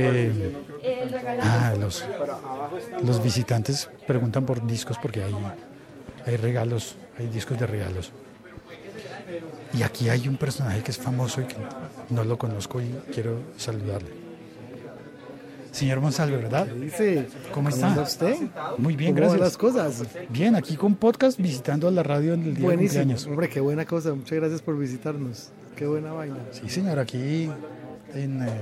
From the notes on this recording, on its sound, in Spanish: Podcast grabado en directo en el cumpleaños 77 de la radio pública en Colombia.